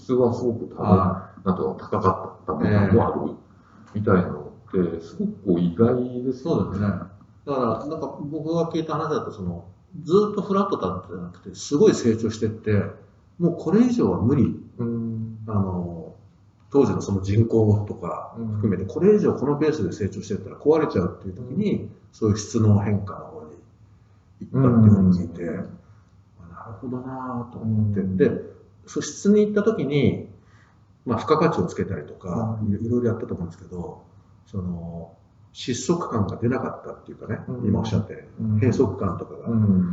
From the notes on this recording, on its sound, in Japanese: 旧マイクで音声ややわるいです